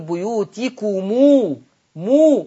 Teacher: ورش عن نافع يجيب الميم يزودها بواو يزود على الميم ايه واو ويمدها ست حركات فبدل ما يقول بيوتكم يقول بيوتكم مو ومو دي تتمد كم حركة ست حركات لكم تبقى لكم تتمد كم حركة ست حركات تمام سهلة سهل. · Term: ميم الجمع